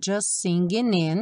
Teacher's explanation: Aqui, just singing, ficou como se fosse um dois S's. O T do just não é pronunciado.